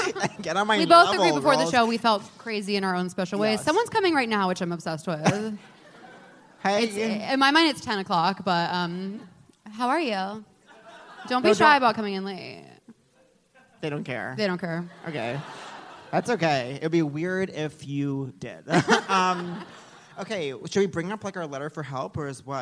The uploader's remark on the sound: live on stage at The Bell House